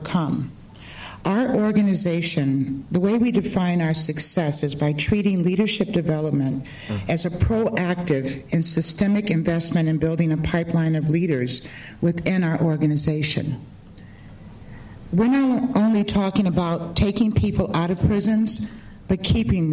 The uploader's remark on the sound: spoke at the Building Sustainable Security Conference